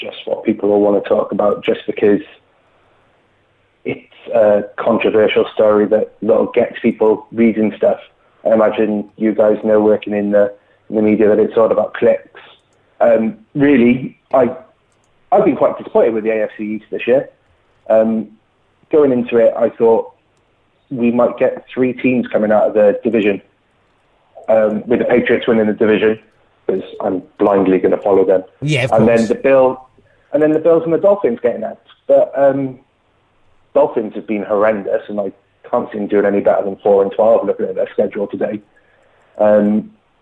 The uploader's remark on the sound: We invite the fans to get involved for our first phone in of the season! We take calls.